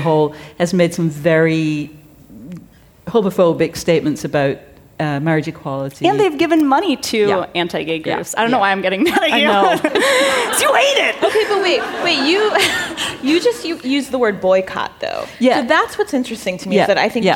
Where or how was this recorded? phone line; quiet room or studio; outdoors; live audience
live audience